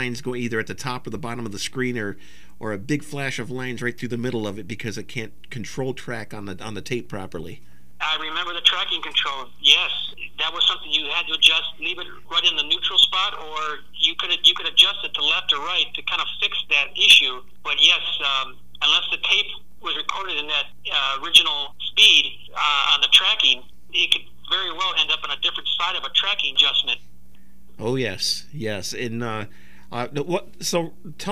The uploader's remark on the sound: I also have a phone chat